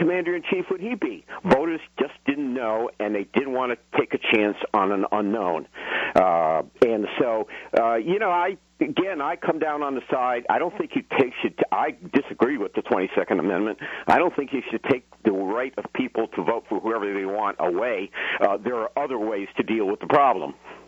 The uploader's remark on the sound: take calls to see what the audience thinks